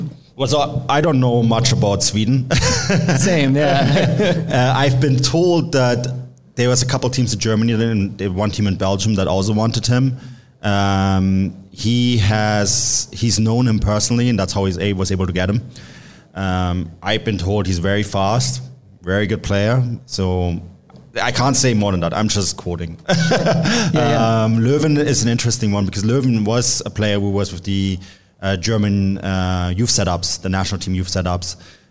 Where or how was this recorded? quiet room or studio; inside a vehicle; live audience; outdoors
live audience